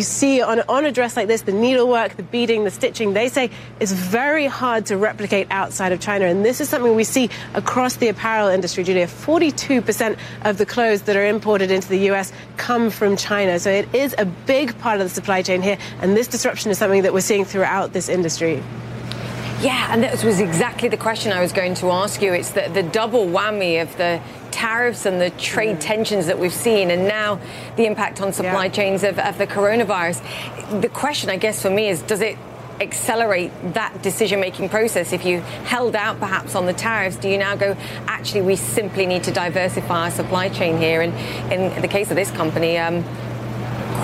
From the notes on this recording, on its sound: live from the New York Stock Exchange